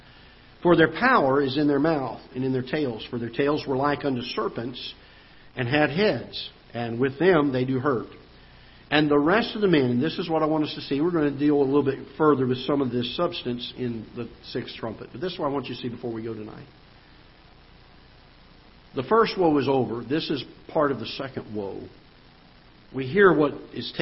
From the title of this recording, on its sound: Ketha Heights Baptist Church ~ Live Broadcast